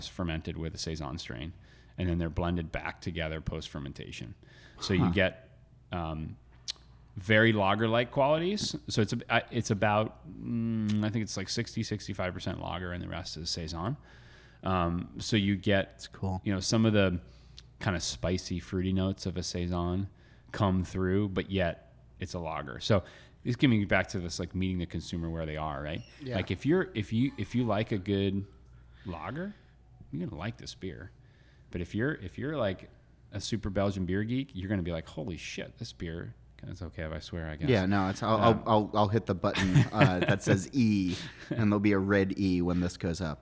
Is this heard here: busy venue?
yes